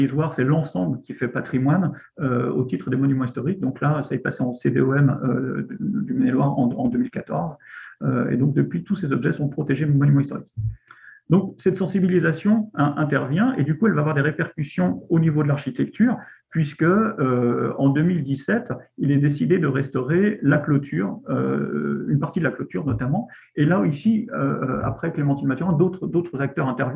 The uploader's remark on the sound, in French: Discussion Enregistré sur Zoom